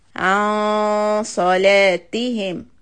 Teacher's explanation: So the noon here is ikhfa followed by letter sad. Keep the sad heavy. So make the noon heavy as well. Raise the back of the tongue.